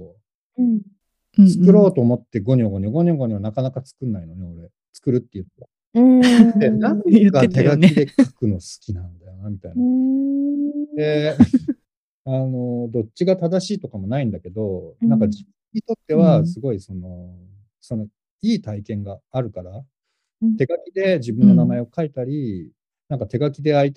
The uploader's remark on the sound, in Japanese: Zoomと、手元の機材で録音したものを編集。